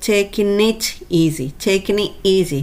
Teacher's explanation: n, g, n の g が落ちて n と後ろの it がくっついて